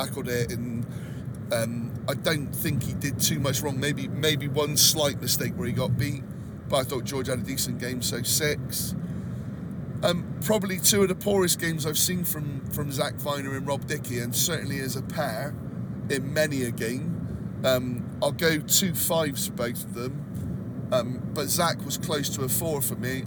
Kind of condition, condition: setting, inside a vehicle